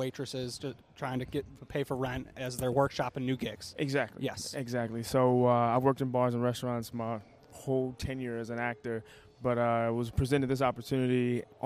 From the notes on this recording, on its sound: This is far from a typical episode as we hosted live from the Twin Cities Auto Show. We decided to try something different by asking patrons for "advice for 2 wildly average guys".